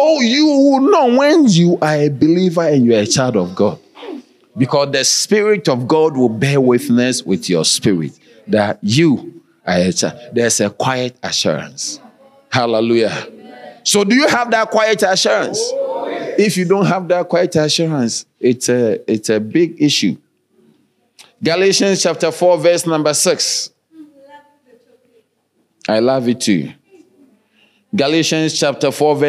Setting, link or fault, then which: setting, large echoing room